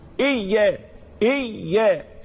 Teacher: مشددة مش مخففة، مش ياء واحدة، لا دي اتنين ياء، الحرف المشدد حرفين. · Term: الياء مشدد